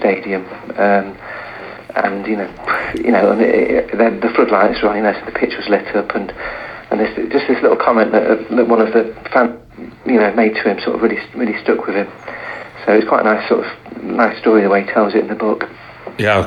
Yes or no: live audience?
no